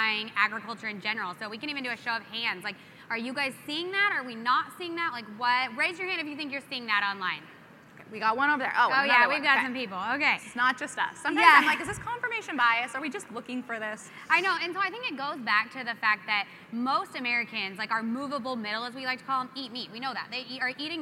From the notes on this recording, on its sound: LIVE FROM PUERTO RICO! Going LIVE from the American Farm Bureau Convention in Puerto Rico. Live Q &.